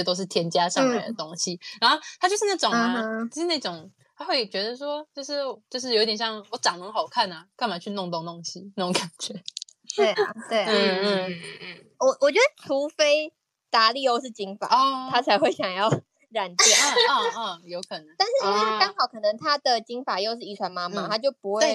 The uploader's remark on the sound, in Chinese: 由於初期在音訊空間直播時設備比較簡陋，錄音品質不是很好，建議不要使用耳機收聽喔！